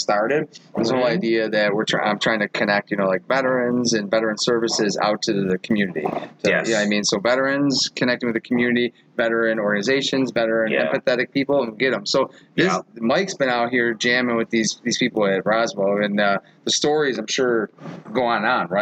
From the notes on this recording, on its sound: We had a chance to record him playing a song for us at the podcast recording. Podcast was recorded at This Little Pig restaurant.